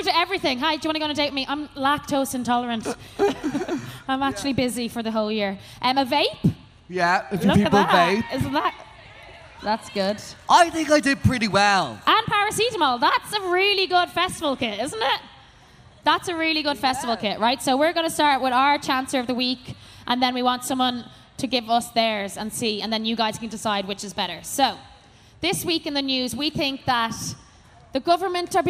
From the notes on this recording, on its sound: Live Podcast Electric Picnic. Graced the “Ah Hear Now” stage at Electric Picnic 2022 with their first ever cheeky Live show!